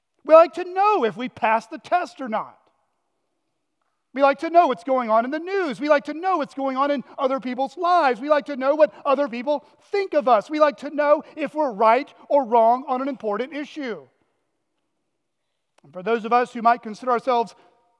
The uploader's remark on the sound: at Chaffee Crossing Baptist Church in Barling, AR